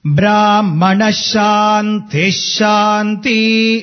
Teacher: In Brahmana Shanti, T is having a lower intonation